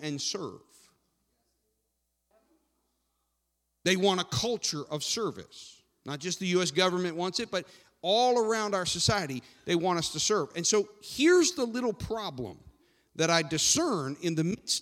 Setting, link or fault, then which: setting, large echoing room